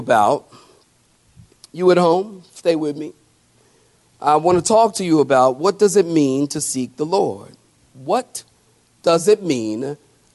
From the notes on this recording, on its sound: Sermon preached at Calvary Chapel Cary.